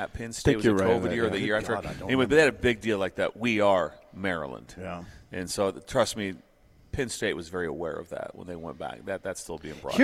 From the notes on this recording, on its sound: We are LIVE on remote at the UNL East Campus Readiness Center for a Veterans Day special broadcast with the Nebraska Army National Guard